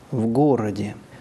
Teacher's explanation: у в нет и вообще не может быть своего ударения, поэтому в отношении ударения это слово примыкает к следующему полноударному и представляет собой проклитику.